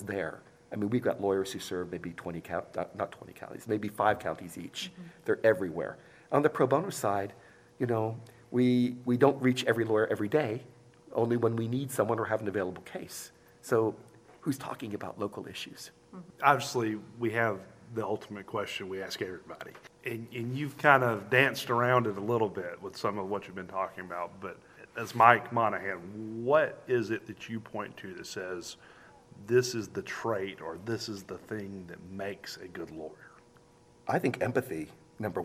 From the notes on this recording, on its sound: This episode is part two of a three-part recording at the 2023 Annual Meeting.